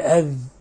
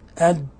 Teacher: أذ يخرج طرف اللسان يلامس أطراف الثنايا المشرفة، أي نعم، بينما أد طرف اللسان مع أصول الثنايا